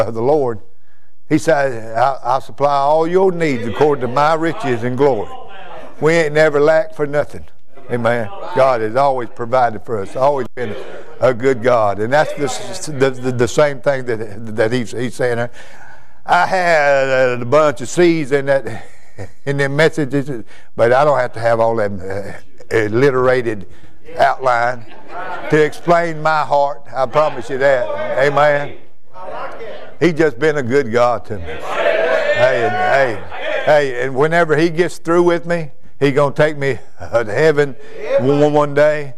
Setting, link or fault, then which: setting, large echoing room